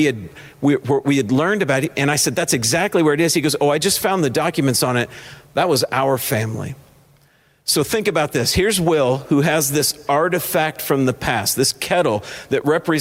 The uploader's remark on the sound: This week’s podcast was an event I heard live.